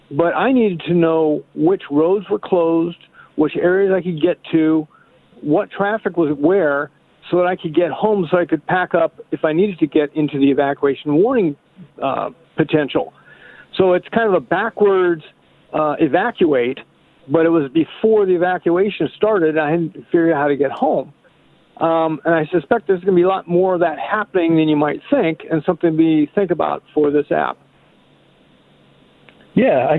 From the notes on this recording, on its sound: Calling into the Garden Forum.